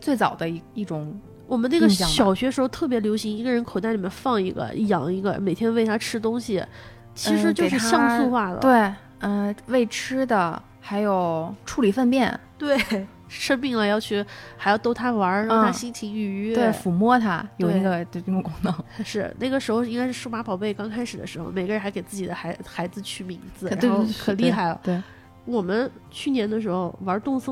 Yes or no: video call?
no